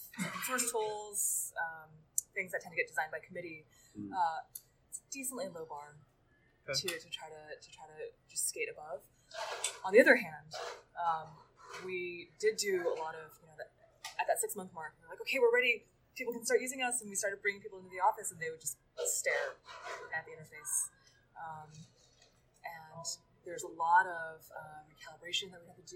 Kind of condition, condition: setting, busy venue